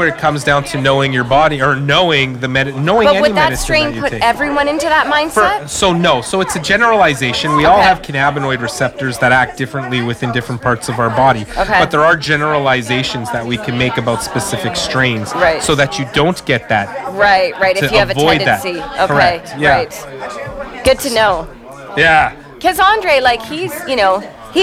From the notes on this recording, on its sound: podcasting live from The Night Of Light Open House hosted at the businesses of 430 York St.